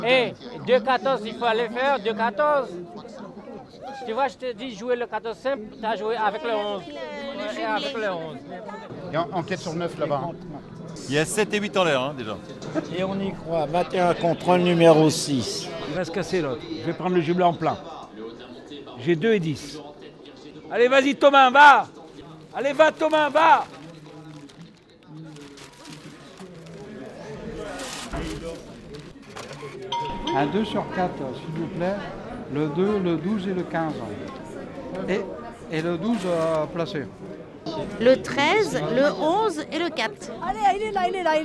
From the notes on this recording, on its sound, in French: A l'hippodrome de Vincennes. Ce podcast est une balade sonore dans les coulisses de la mythique course de trot du Grand Prix de Paris . Le bruit des sabots, les cris des supporters en tribune, la concentration des parieurs, la victoire ponctuée par la Marseillaise.